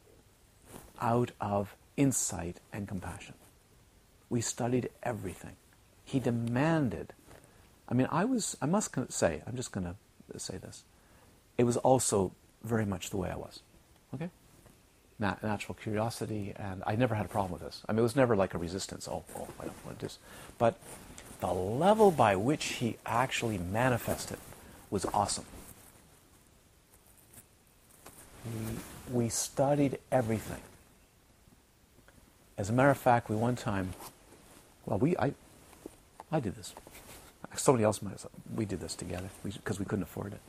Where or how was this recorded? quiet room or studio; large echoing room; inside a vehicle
large echoing room